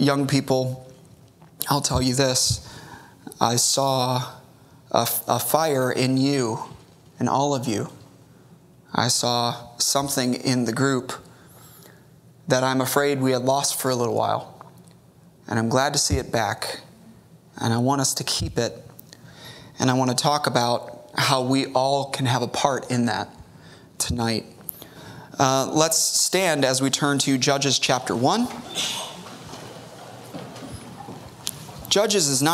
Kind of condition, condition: setting, large echoing room